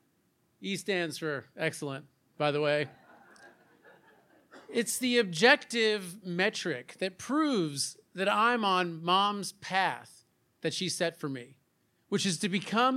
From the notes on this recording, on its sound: true stories told live on the Story District stage